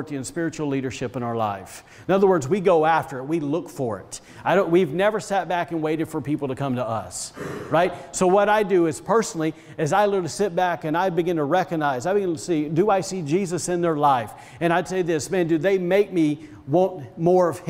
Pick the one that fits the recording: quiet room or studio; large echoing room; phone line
large echoing room